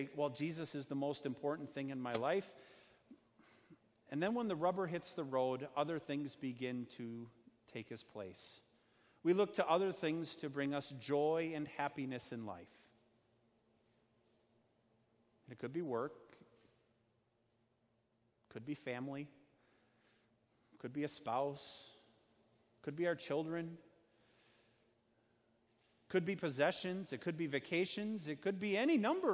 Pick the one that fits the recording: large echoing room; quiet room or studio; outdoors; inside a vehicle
large echoing room